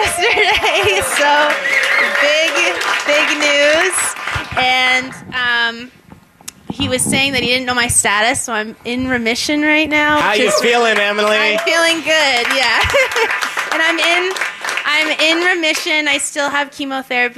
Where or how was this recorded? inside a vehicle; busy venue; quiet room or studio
busy venue